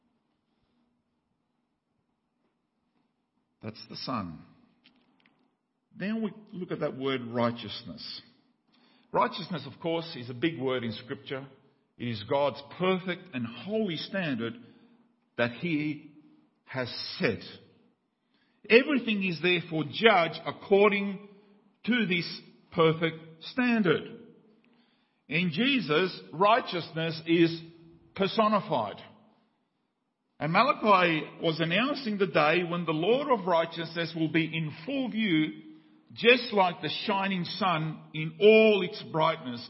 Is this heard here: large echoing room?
yes